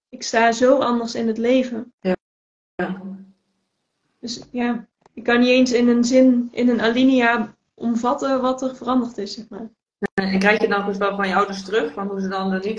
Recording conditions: video call